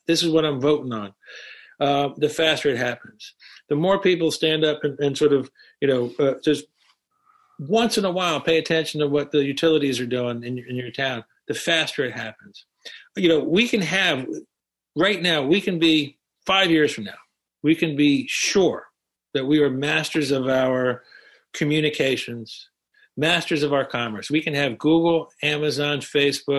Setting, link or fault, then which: link, video call